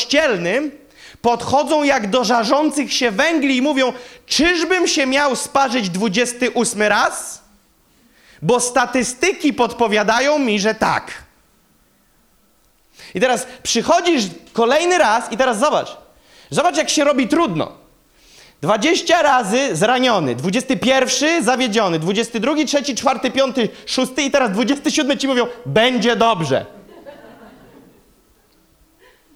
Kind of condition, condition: setting, live audience